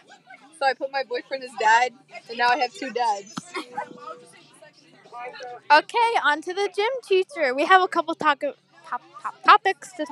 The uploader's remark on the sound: This is all recorded on a bus. Sorry for the loud background noise, but not really, it’s a bus.